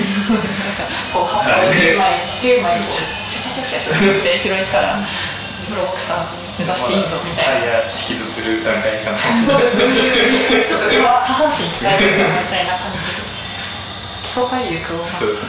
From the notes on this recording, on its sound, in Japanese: 今回カラオケボックスでの録音のため、音質的に聞き苦しい点が多々ございます。